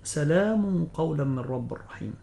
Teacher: إذا وقعت القاف بعد التنوين لابد من تفخيم الغنة